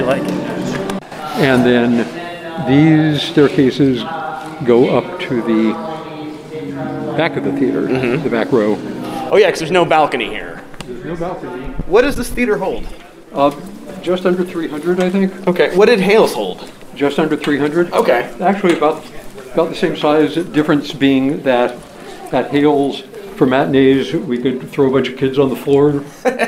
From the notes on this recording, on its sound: The Moisture Festival Podcast – Live at the 2023 Festival!